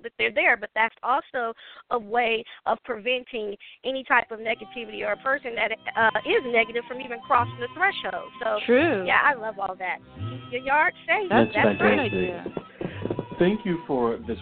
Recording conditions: phone line